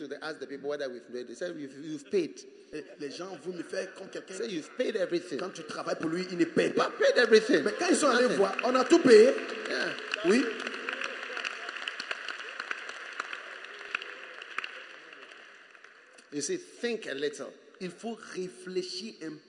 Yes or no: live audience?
yes